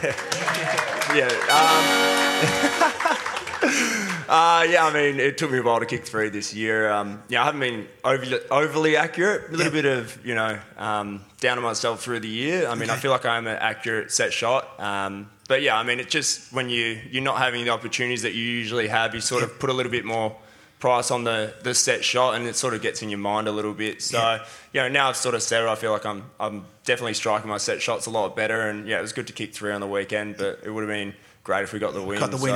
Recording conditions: busy venue